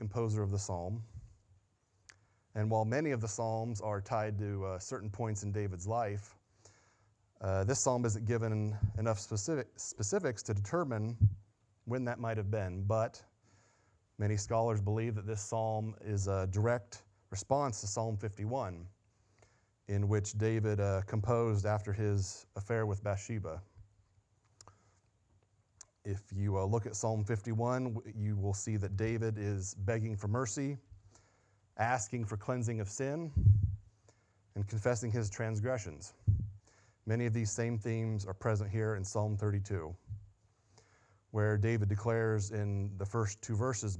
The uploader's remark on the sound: Sunday Morning Sermon Audio